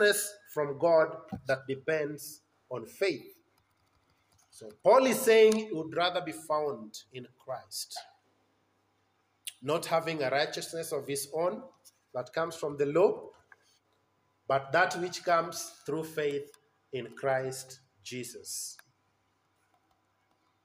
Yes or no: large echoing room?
yes